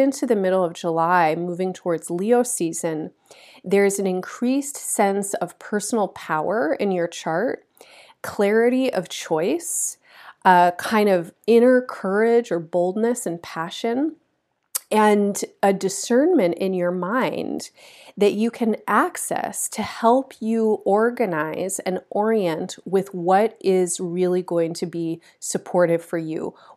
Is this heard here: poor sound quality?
no